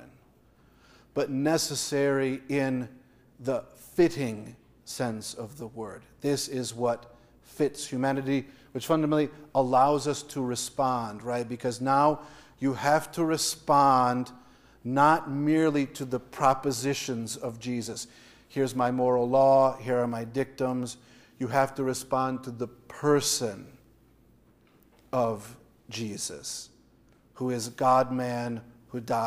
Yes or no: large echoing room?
yes